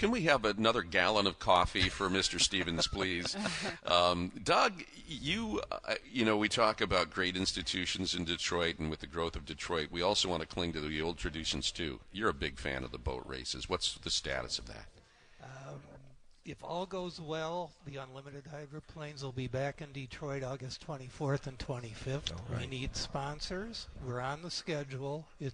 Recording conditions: busy venue